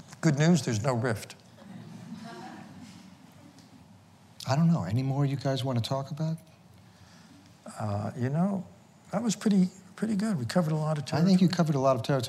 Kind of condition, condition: setting, live audience